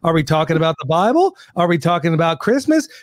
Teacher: The up talk where they're making a declarative sentence, but they're saying it in the form of a question.